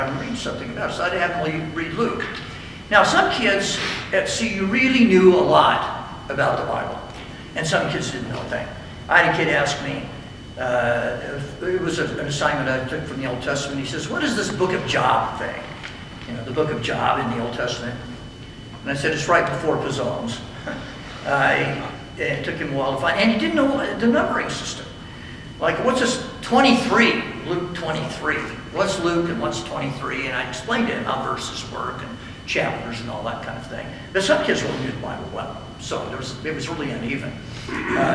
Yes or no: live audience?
yes